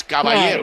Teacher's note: You don't caballero. Well, it's a light A, and the two L's are pronounced like a Y